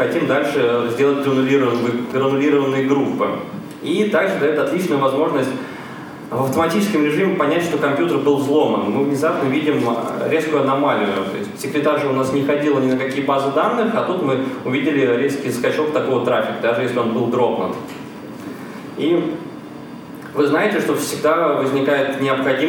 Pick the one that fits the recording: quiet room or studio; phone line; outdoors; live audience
live audience